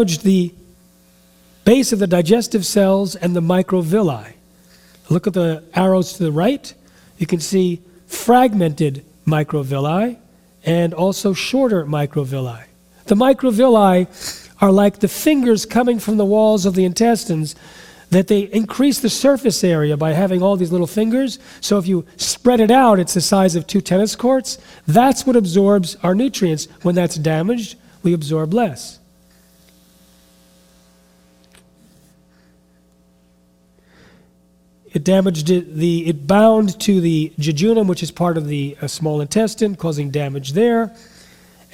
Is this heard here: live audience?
yes